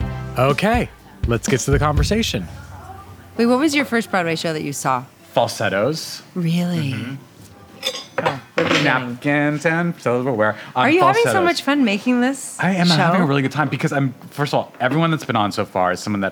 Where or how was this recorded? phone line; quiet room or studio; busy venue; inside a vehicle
busy venue